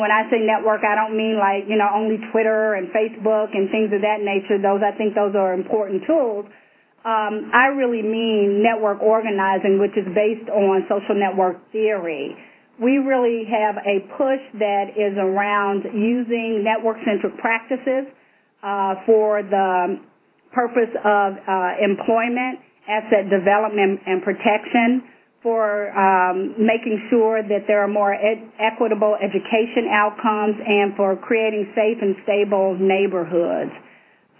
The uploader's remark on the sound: Call recorded on November 10, 2011.